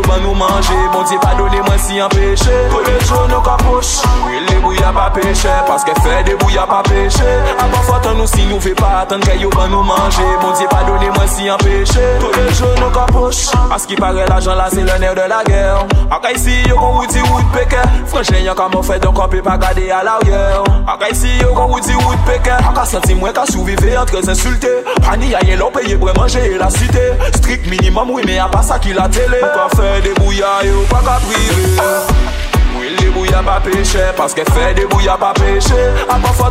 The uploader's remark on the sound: Raw Live Mix done during Afterwork: Life is Beautiful!